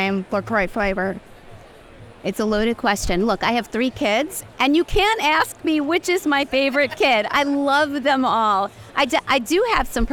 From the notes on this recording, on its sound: recorded on the Expo East trade show floor